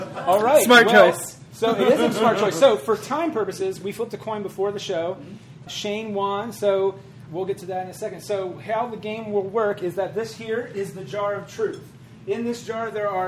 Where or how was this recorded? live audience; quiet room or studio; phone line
live audience